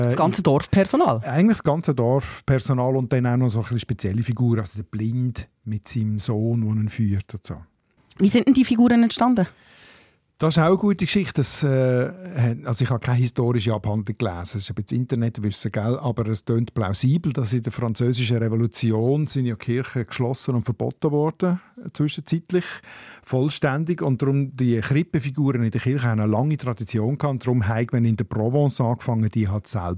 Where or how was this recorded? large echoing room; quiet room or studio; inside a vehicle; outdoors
quiet room or studio